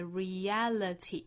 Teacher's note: 第一个和第二个音节呢，相当于是元音和元音在同一个单词里面相遇了，要把这个小小的耶的音连贯进来